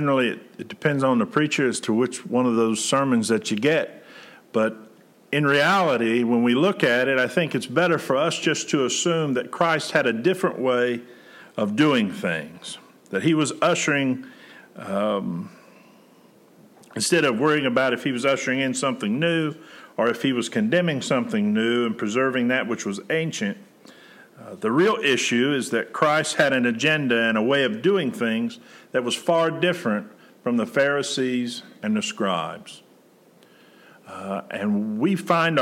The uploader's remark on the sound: Preached June 28, 2020 at General Baptist Church God's House of Prayer in Fairborn, Ohio